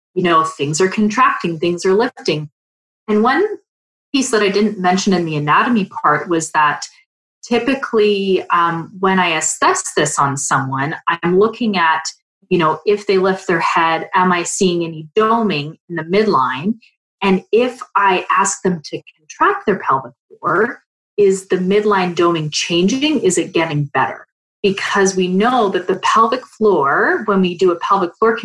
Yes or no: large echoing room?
no